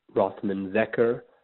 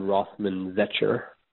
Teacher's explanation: there's a hard K sound in the final part of my last name · Shown in: first take · Rossman-Zecker rather than Rossman-Zecher.